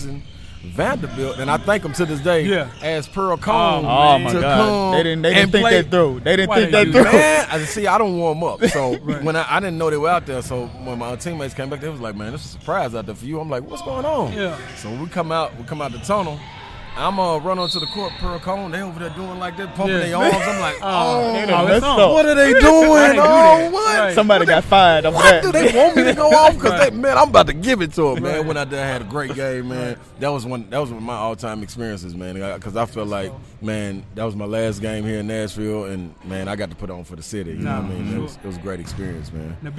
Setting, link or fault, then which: setting, busy venue